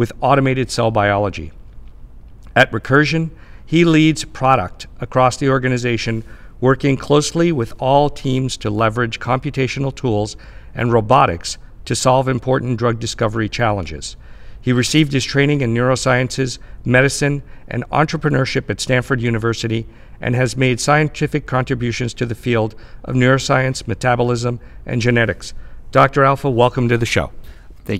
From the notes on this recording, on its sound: Recorded at the AI Applications Summit , produced in Boston by Corey Lane Partners in October 2018. This is Part 4 of a special six-part series recorded at the AI Applications Summit , produced in Boston by Corey Lane Partners in October 2018.